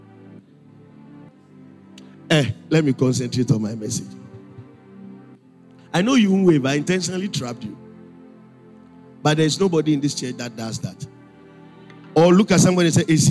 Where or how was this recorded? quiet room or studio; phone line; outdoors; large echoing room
large echoing room